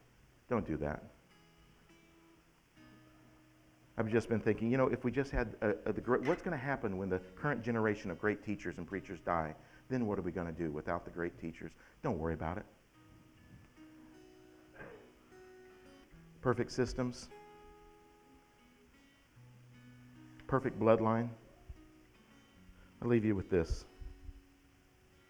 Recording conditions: large echoing room